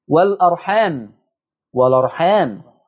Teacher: شيل همزة، خد الحركة بتاعتها حطها على الساكن اللي قبل الهمزة، فين؟ والأرحام، والأرحام نقلنا حركة الهمزة إلى اللام · Term: النقل